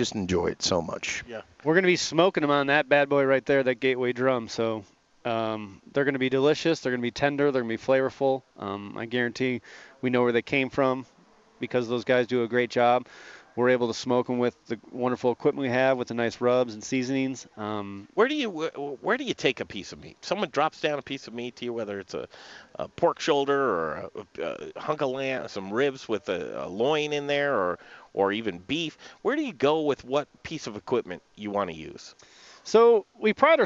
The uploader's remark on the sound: Learn from the BBQ Pitmasters in Denver! Live at Proud Souls Barbecue & Provisions for a BBQ class.